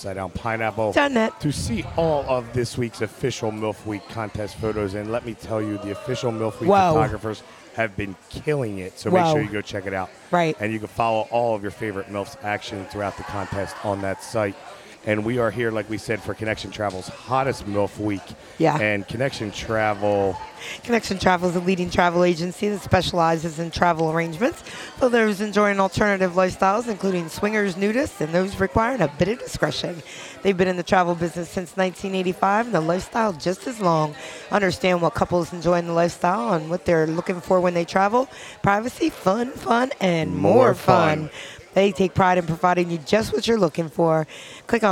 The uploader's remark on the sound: LIVE from the main stage at Hedo, for the final competition of MILF Week.